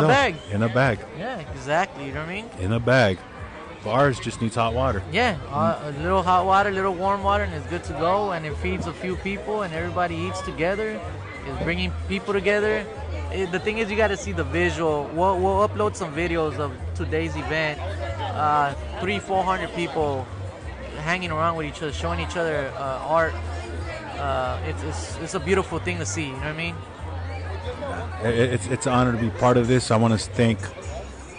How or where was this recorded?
outdoors